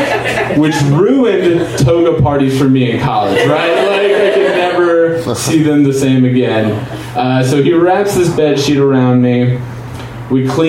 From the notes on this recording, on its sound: Live from Genuine Joe's